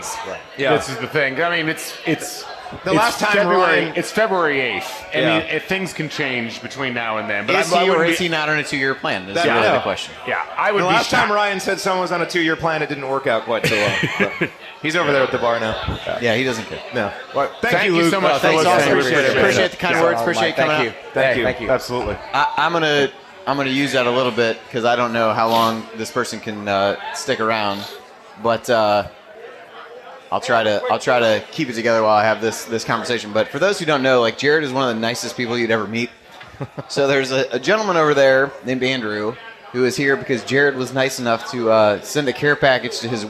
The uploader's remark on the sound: Hosted a live show at Switchyard Brewing breaking down the game. Answering audience questions.